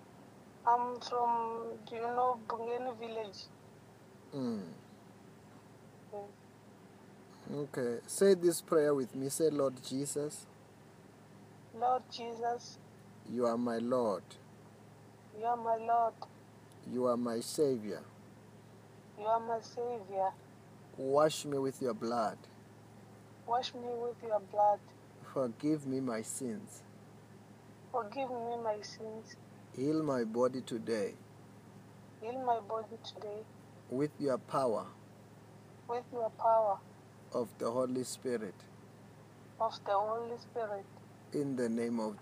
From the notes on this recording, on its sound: healing over the phone